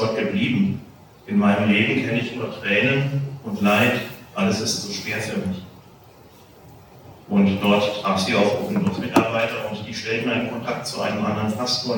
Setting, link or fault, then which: setting, large echoing room